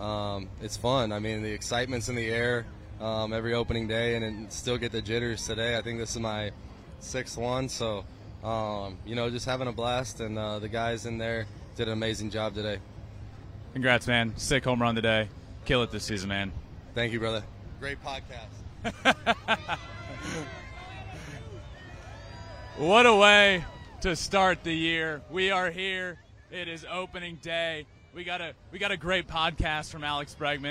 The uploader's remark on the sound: LIVE from Angels Stadium in Anaheim for MLB Opening Day!